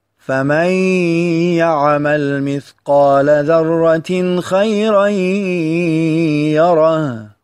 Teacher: وفي هذا المثال إدغام للنون الساكنة في الياء في كلمة من يعمل، وإدغام للتنوين في الياء خيرا يره